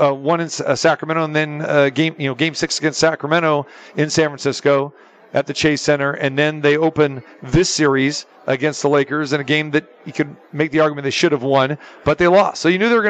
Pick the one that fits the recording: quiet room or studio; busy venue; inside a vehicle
busy venue